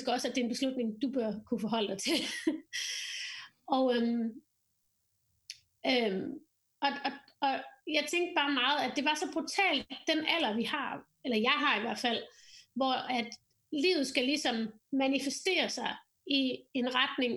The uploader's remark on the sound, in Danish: Så lyden fra vores internetbaserede samtale er så lækker som mulig.